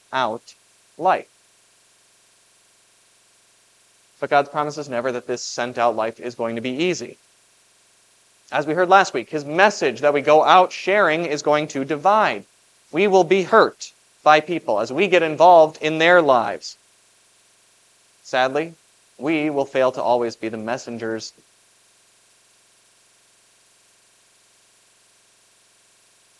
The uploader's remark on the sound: was preached at Grace of God Lutheran on July 2, 2023.